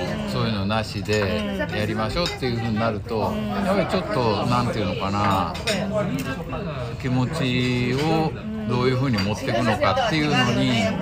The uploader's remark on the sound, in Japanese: 2021年末に行われたOPROクリスマスイルミネーションラン後の忘年会での録音です